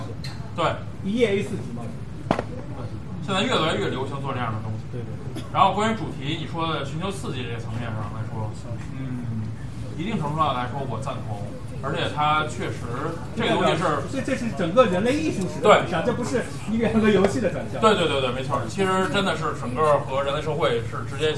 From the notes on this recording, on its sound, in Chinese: 本期节目是当时的现场录音